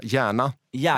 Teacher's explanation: G framför främre vokal ja. blir till J på norska och på svenska, men inte på danska.